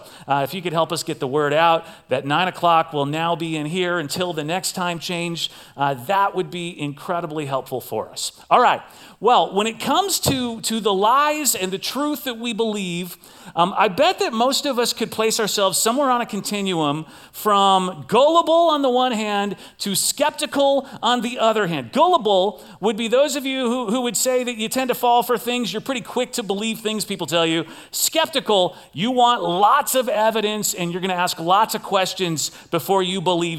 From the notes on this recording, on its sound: Recorded live at CrossWinds Church on October 29th , 2023.